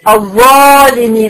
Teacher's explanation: أنا عندي فتحة يعني الصوت بيتجه لأعلى، وعندي بعد الظاء ألف · Term: أعلى درجة في التضخيم